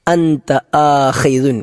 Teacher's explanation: അവിടെ ശ്രദ്ധിക്കണം, അൻത ആഖിദുൻ, അവിടെ ആഖി ഖ എന്നത് തൊണ്ടയുടെ ഏറ്റവും മുകളിൽ നിന്ന് പുറപ്പെടുന്ന അക്ഷരമാണ്